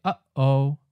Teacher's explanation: So syllables that end in H are glottal stops, meaning that the airflow is stopped completely by the closing of your vocal cords deep in your throat. So like in English, when we say uh-oh, that break you hear in the middle, that's a glottal stop.